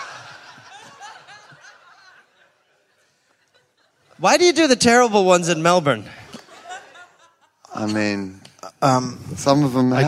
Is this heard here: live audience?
yes